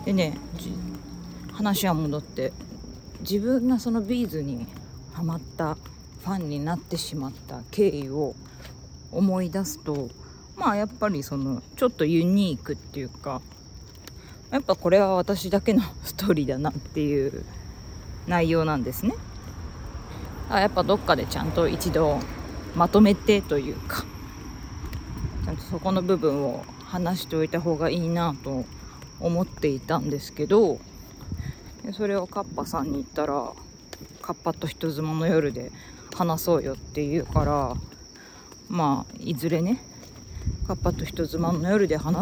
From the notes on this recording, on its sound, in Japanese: おさんぽでPCM録音アプリを試してみたよ。アプリ PCM録音でステレオRECがどうできるかなテストを しながら。